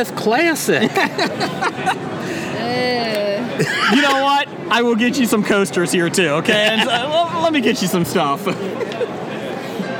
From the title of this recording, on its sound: Recorded at Cincinnati Comic Expo